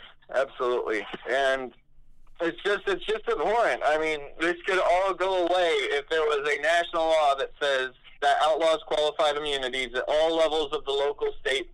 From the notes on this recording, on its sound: I sit on the phone